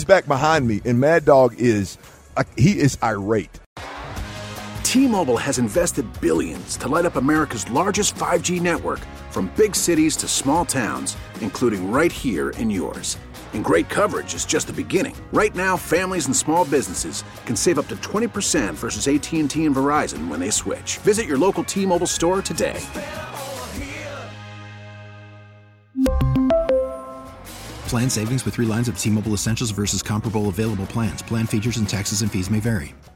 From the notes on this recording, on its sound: THE DRIVE is LIVE in Vegas for the Super Bowl!